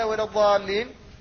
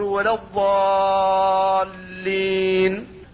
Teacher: فمن قال ولا الضالين فقد لحن لحنا خفيا، فلذلك لا بد أن يمده الإنسان بمقدار 6 حركات · Shown in: second take · Term: لازم كلمي مثقل